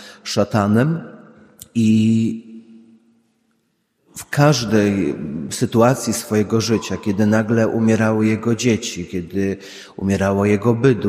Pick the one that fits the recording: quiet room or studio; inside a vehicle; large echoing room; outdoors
large echoing room